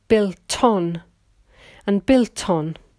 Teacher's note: When you have a vowel like on and the consonant before it is T from built, the T will move to the vowel. So instead of saying built on, you will hear built on and built on. · Term: connected speech